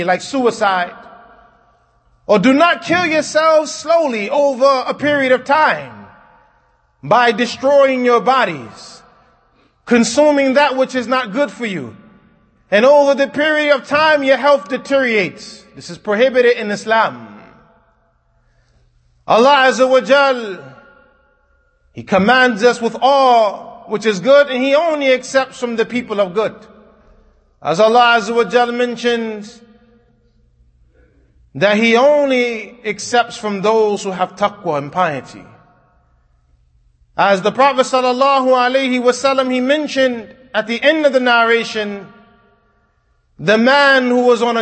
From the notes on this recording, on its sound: Kutbah given at Masjid Nur Allah, Queens, NY